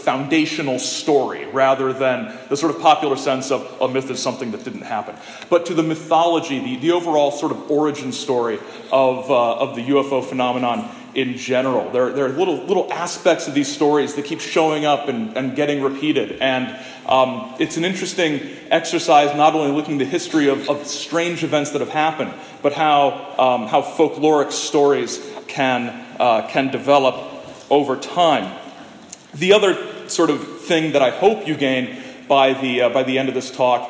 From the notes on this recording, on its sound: This is the talk I gave on September 30 at the 50th Anniversary Festival commemorating the Shag Harbour UFO Incident in Shag Harbour, Nova Scotia.